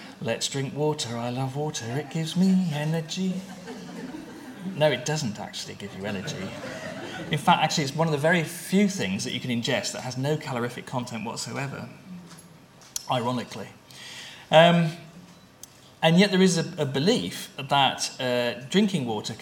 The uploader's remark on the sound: At a conference hosted by University of Cambridge International Examinations